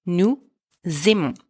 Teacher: don't forget the liaison between nous and aimons